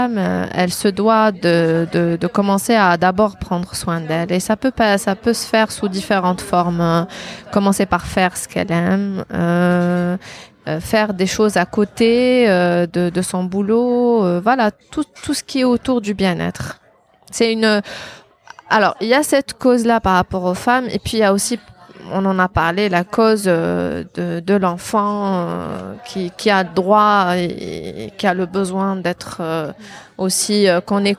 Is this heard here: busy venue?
yes